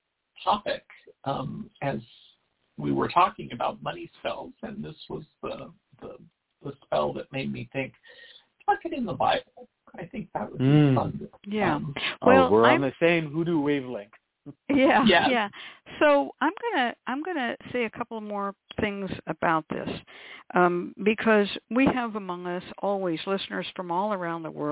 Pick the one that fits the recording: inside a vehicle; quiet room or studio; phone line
phone line